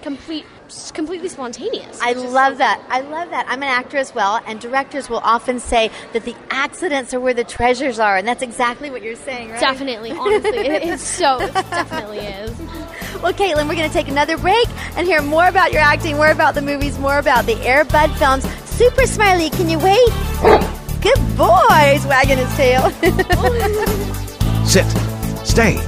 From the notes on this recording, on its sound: we go live to the Red Carpet Film Premiere